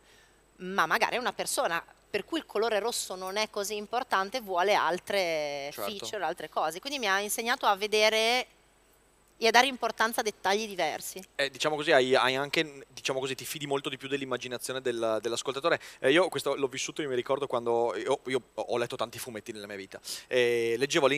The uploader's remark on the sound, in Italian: Dal WMF! Il Web Marketing Festival ci ha prestato il palco e le videocamere.